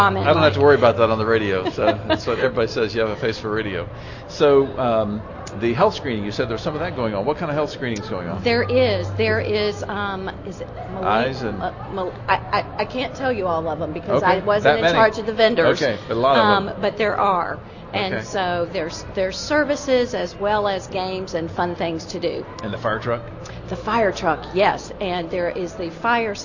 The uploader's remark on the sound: Live at the Annual Good News Club Spectacular. Broadcasts live from the Greenville Convention Center for the Annual Good News Club Spectacular.